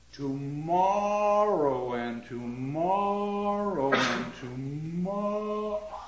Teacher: The accented vowels are all long vowels.